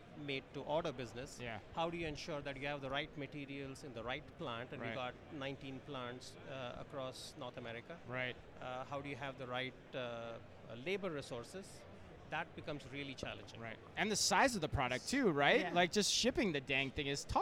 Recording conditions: busy venue